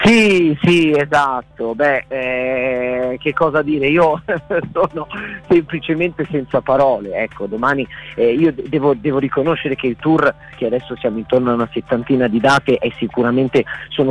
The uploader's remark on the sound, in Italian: INTERVISTA TELEFONICA